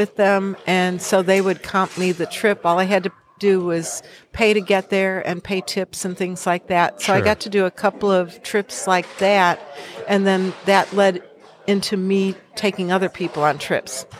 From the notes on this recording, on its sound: We recorded it a few hours later in the Birding Bazaar on the last day of the festival - where booths were being dismantled in the background. I apologize for all the noise.